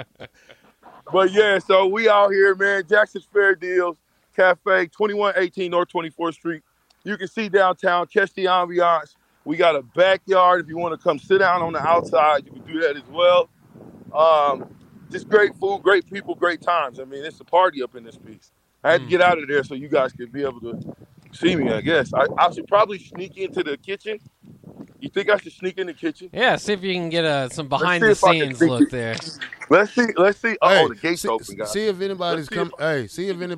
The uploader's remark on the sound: LIVE from Jackson's Fair Deal Cafe.